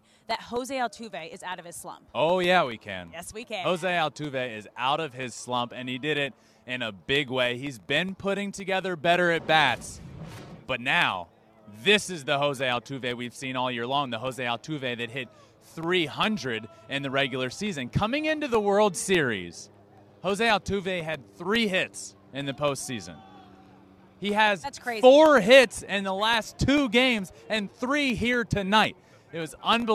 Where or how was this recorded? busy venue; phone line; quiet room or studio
busy venue